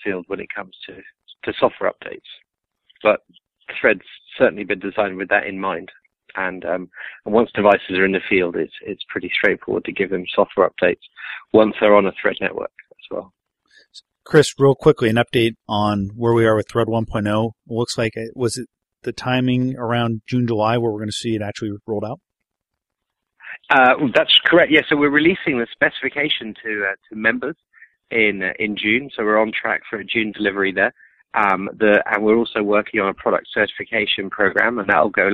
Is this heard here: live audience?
no